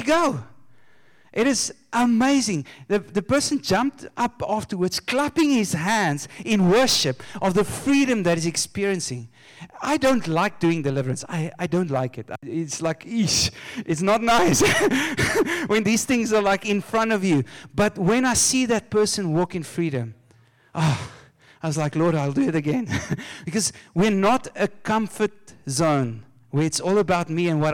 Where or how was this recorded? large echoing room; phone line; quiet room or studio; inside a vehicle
large echoing room